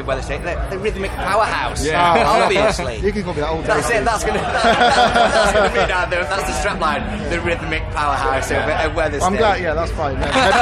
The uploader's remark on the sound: At Slam Dunk Norht Festival 2021 after they hotfooted it off the crumbling Key Club Stage.